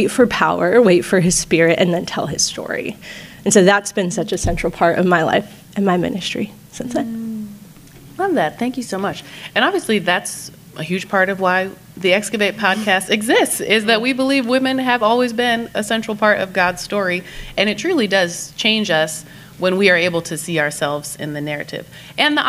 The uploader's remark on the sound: Live Recording. This week we’re doing a very exciting recording with a live audience at the Jubilee Conference.